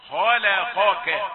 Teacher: خاء مفخمة، لام مرققة، قاف مفخمة، كاف مرققة.